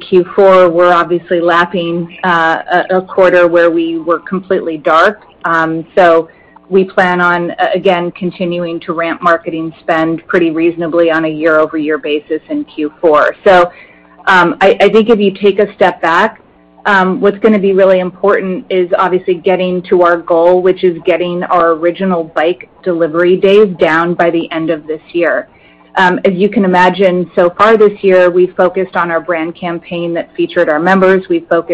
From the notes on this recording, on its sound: Q3 2020 Results Earnings Conference Call